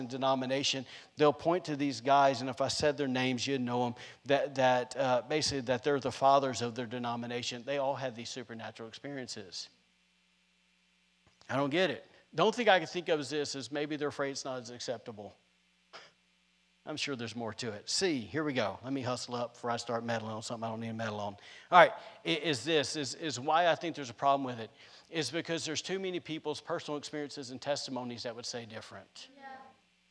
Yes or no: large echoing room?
yes